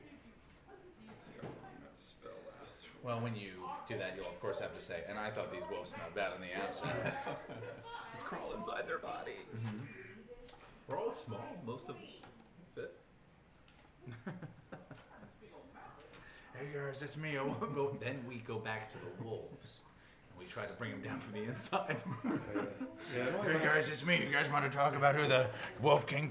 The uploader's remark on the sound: Live from CondoCon